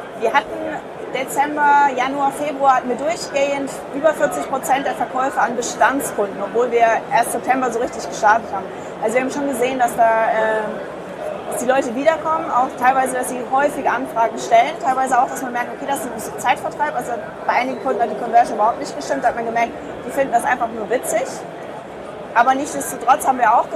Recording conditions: background noise